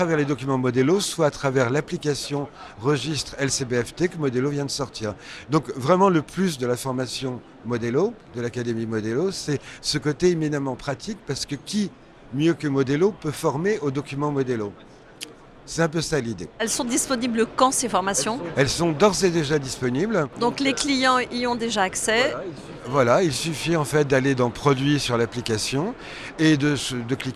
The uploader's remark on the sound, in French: Cet épisode utile pour tous les professionnels de l'immobilier a été enregistré en live du RENT.